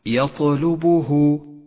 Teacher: فقد جاء حرف الطاء ساكنا وقد لون بالأزرق الفاتح إشارة إلى صفة القلقلة وهي هنا صغرى لأنها في وسط الكلمة